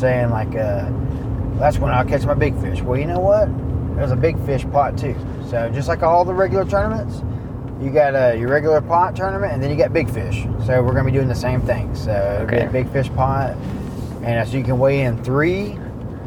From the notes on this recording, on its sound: Catching Up in the Truck. We had a short pod in the truck heading to work.